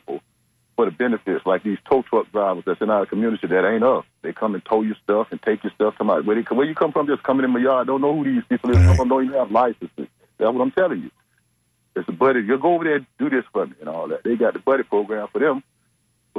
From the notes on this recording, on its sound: unique magazine format call-in show